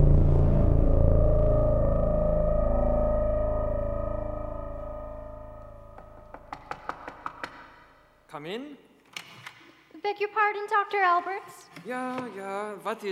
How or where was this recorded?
live audience